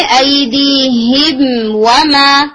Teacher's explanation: मीम या बा के अलावा कोई और हर्फ आ जाए तो आप मीम को उसके मखरज और उसकी तमाम क्वालिटीज के साथ ज्यादा देर गुन्ना किए बगैर अदा करते हैं · Term: इधार शफ